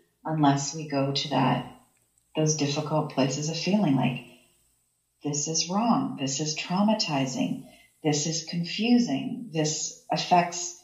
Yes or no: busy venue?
no